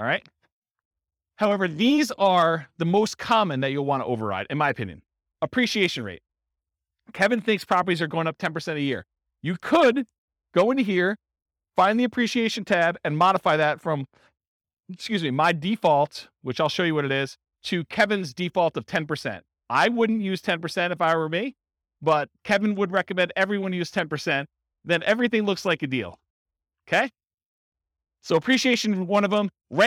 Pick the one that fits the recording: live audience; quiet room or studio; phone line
live audience